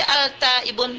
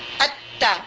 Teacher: Lam ini adalah lam syamsi. Mudghamah fit ta. Dimasukkan dia ke dalam ta. Jadinya lam itu tidak ada. · Shown in: second take · At-ta. Tetapi di ta kita tasdidkan at-ta.